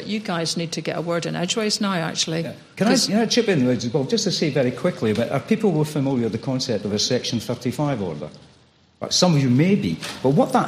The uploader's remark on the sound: Live at Imagine Belfast Festival-Podcast Special. We were invited over to record an episode of the podcast in front of both a live audience in the Accidental Theatre and on-line. An audience we wanted to join in.